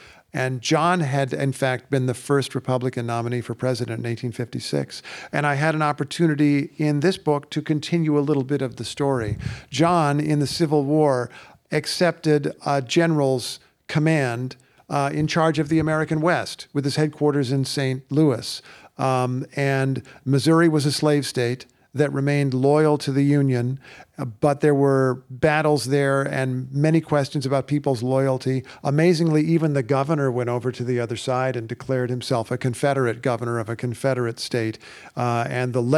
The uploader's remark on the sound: Recorded before a live audience at WBUR’s CitySpace.